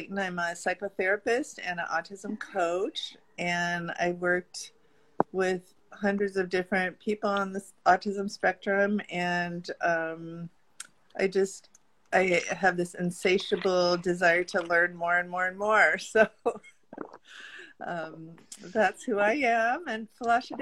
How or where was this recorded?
video call